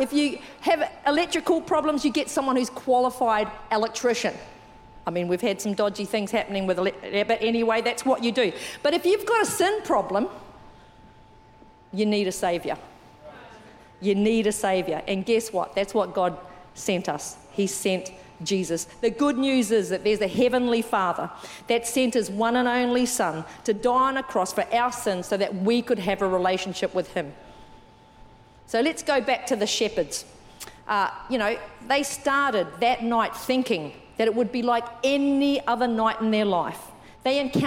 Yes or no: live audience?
yes